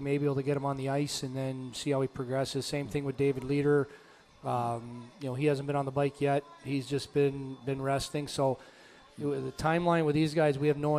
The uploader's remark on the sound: LIVE at Gameworks in Newport on the Levee